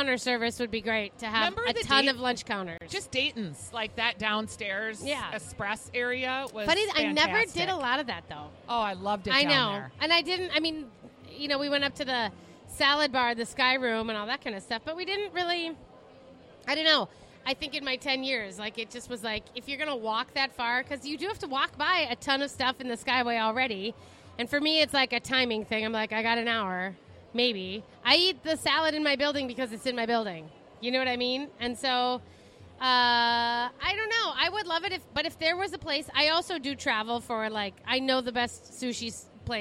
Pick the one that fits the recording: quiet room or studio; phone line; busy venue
busy venue